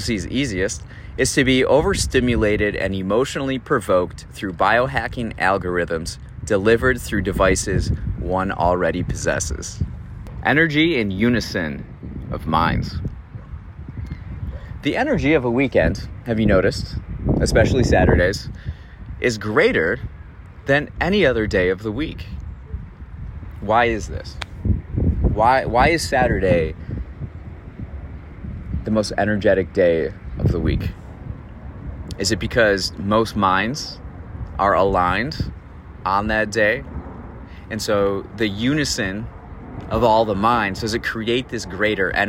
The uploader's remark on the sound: recorded this episode on sitting on a rock at Lake Michigan